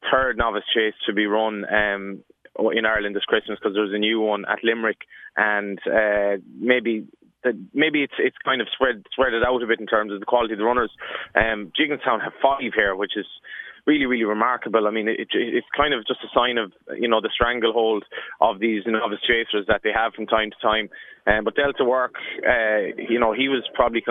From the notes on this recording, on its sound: on the line from Limerick